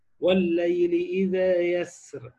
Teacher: أي الوقف على الراء مرققة هو المعمول به عند أهل الأداء · Term: الترقيق